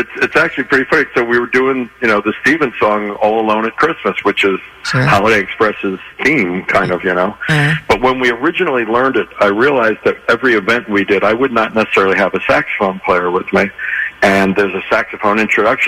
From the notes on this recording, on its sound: call in this morning